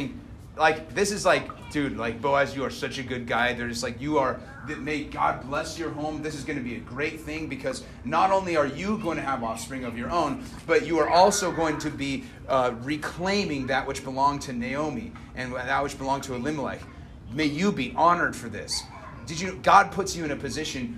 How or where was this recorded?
outdoors